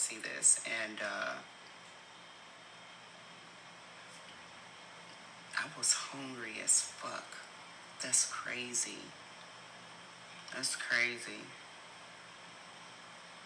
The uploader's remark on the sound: So, please forgive any background noise.